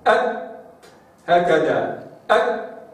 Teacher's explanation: أهمس كده أك هكذا أك، شوف أك، تصادم نتج عنه صوت، ثم المباعدة نزل أقصى اللسان تحت فخرج هواء أك، أو تعبير أدق صوت به هواء، لأن ليس كله هواء 100%، وإنما هناك به أيضا صوت، صوت قليل وهواء كثير · Term: الهمس